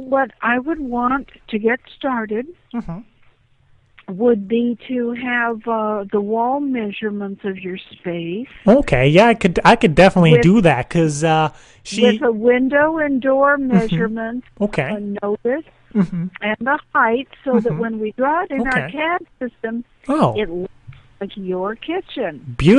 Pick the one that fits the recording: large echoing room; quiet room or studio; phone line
phone line